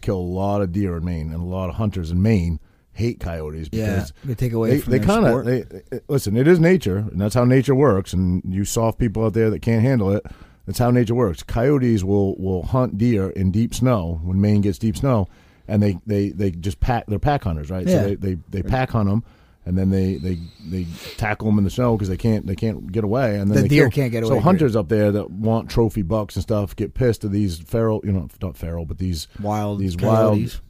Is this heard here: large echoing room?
no